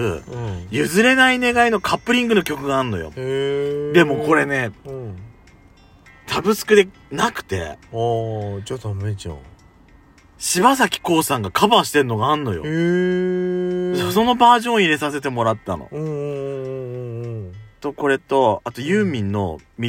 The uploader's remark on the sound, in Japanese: パーキング収録